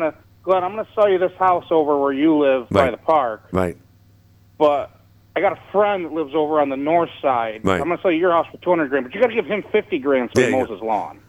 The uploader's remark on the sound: the phones didn't stop during today's Hotline and Live at Five Show